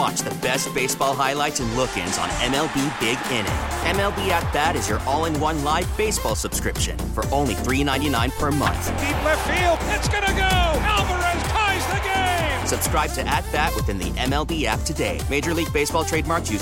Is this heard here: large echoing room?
no